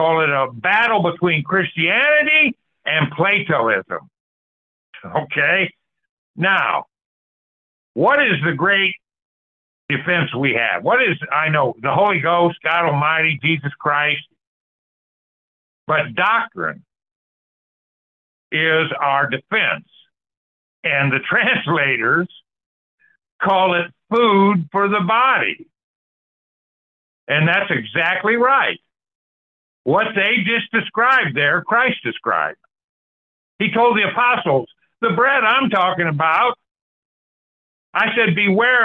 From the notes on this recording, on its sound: Call In Bible Study